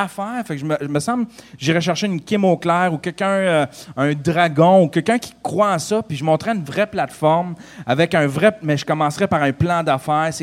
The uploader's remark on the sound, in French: Parlons Balado special GeekFest mtl 2015. Notre premier live en direct du geekfest pour le podcast mania.